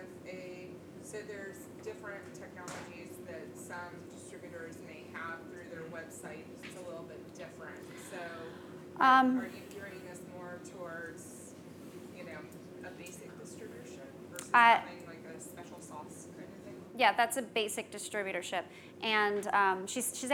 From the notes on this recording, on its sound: Today's skucast episode was recorded at skucamp